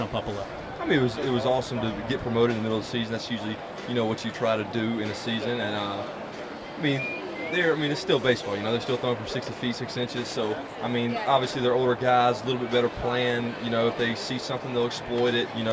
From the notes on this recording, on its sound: on location from the Arizona Fall League